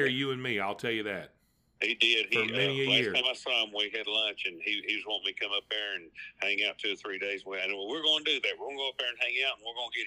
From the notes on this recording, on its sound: on the phone for this weeks episode